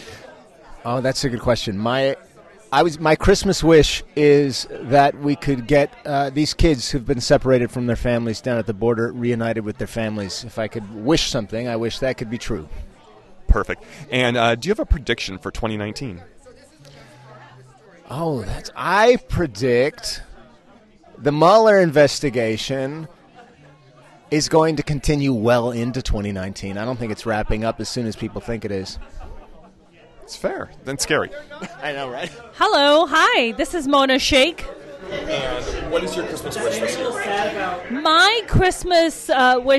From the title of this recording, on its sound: Live From the Stephanie Miller Show Holiday Party